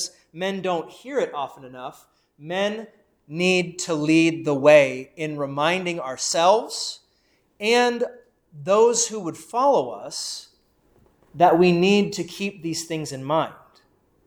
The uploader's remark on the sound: Preached at Saint Paul Evangelical Lutheran Church in Valley City Ohio.